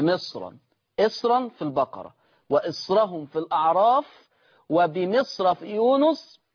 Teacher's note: هوصل بالتفخيم طبعا، مفيش ترقيق، امتنع الترقيق عند ورش